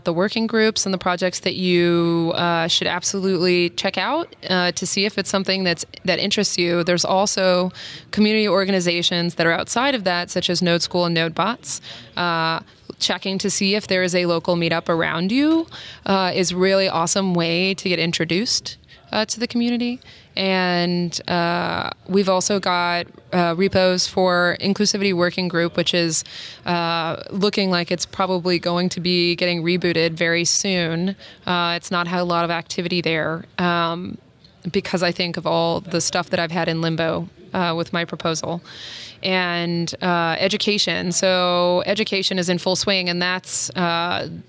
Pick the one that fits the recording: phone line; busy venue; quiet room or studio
busy venue